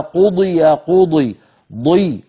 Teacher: هنا الضاد مكسورة لكن بقي تفخيمها ظاهر، لماذا؟ لأن فيها صفات قوة أكثر من بسبب الإطباق، مستعلية مطبقة، صاد ضاد طاء ظاء، غين خاء قاف مستعلية لكن منفتحة، فتفخيمها عند الكسر أقل.